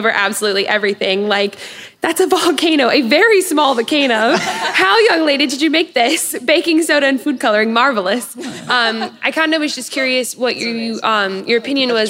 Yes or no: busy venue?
yes